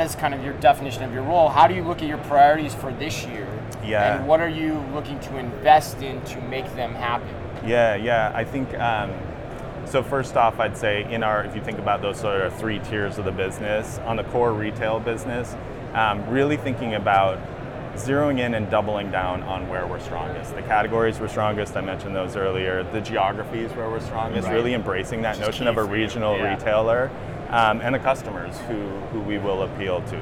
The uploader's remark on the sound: Live From NRF 2024